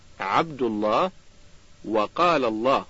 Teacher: اللام المفخمة، وذلك في لفظ الجلالة إذا وقع قبلها ضم أو فتح